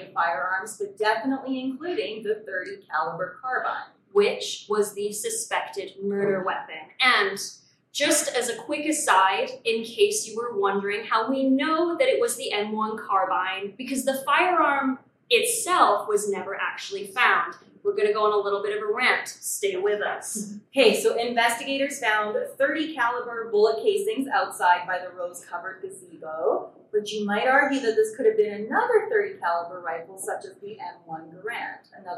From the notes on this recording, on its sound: The Grim Curriculum Live Show at Felice Cafe. Our very first live show. Apologies for the audio quality.